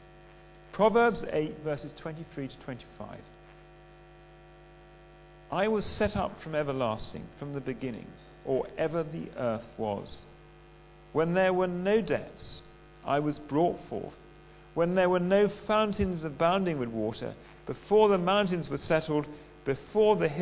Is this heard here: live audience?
yes